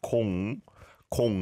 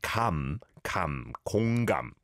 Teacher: it's an or vowel sound on 공, 공 like ball